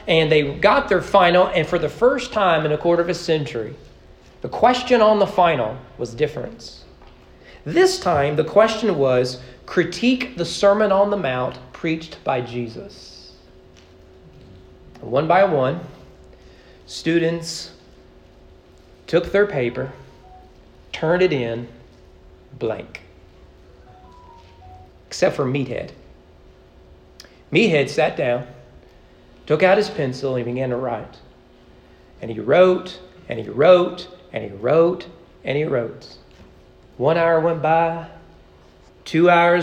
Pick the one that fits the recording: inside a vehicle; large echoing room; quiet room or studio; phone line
large echoing room